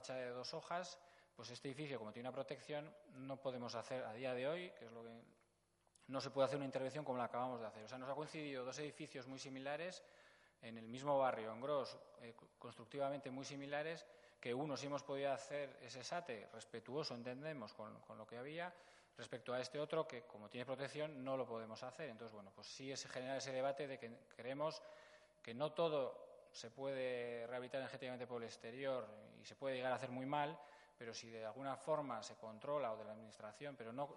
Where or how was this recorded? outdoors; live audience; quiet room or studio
live audience